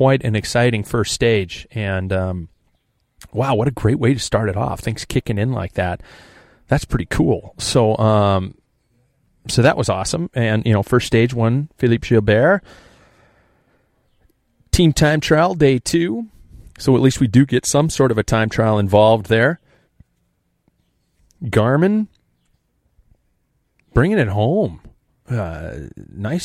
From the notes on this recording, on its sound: enjoying the outdoors